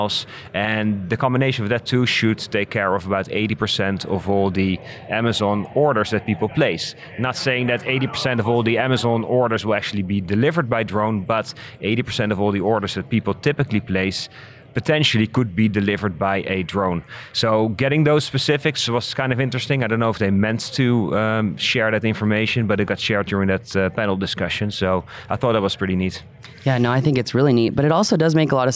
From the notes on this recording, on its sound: Live from 2019 FAA UAS Symposium